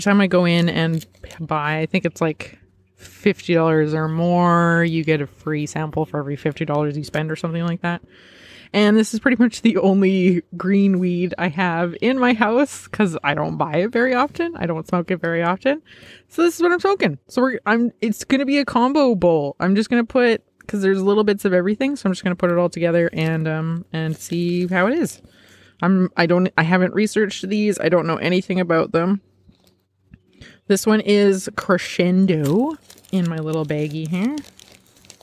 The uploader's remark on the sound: Outside Hoot Session. I get all my recording gear setup in my backyard. Relax to the soothing sounds of nature!